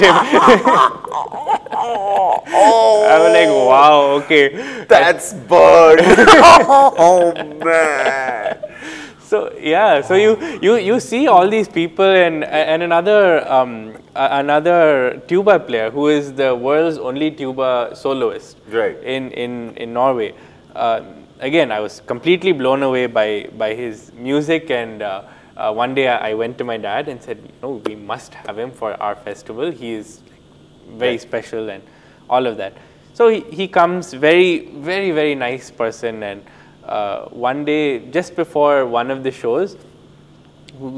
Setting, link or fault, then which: setting, busy venue